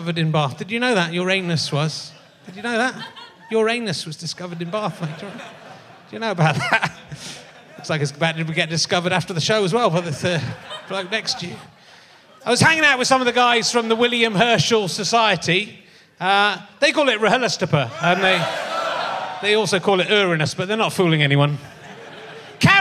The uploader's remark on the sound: An interjection from the audience. It was a mistake to bring the show to the provinces.